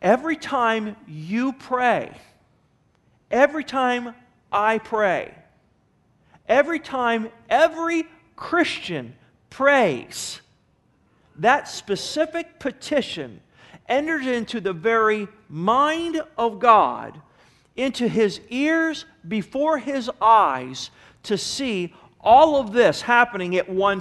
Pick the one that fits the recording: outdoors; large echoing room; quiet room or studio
large echoing room